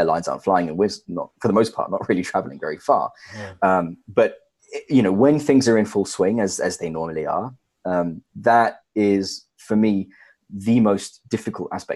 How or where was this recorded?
video call